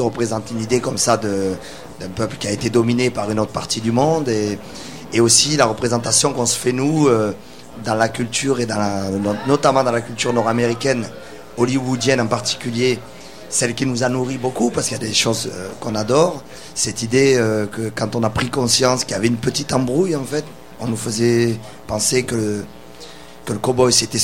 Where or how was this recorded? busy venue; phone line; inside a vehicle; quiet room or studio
busy venue